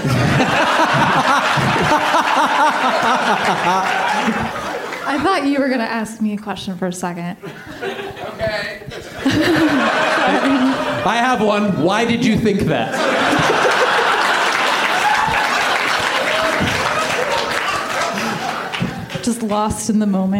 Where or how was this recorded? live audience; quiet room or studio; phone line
live audience